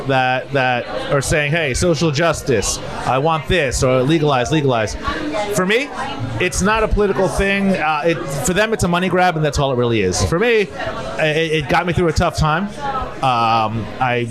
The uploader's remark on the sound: LIVE from Johnny Mac's House of Spirits in Asbury Park